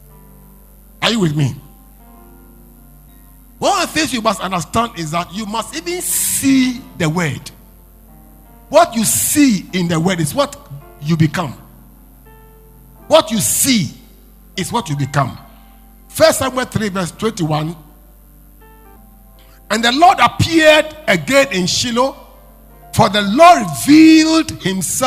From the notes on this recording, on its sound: Preached At LCC Goshen